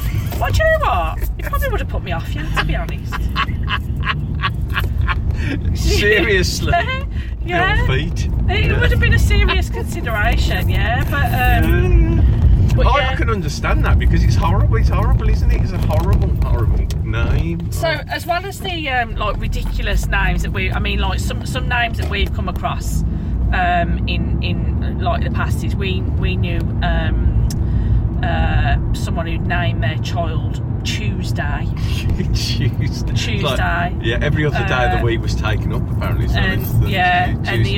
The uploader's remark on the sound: Recorded on the car journey home from work